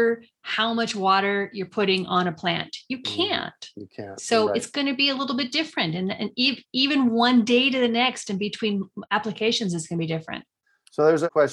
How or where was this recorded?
video call